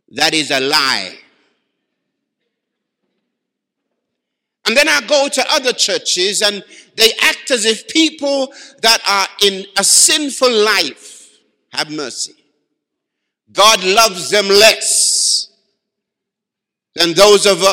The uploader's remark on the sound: Live from Baraton University Church 2018.